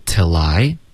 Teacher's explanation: 它有一个弱读的发音 till 跟 I 连读